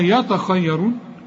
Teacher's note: يتخيرون فيها الخاء وفيها الراء مفخمة